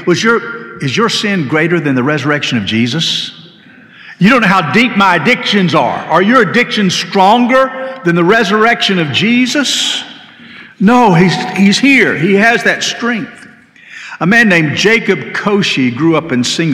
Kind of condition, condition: setting, large echoing room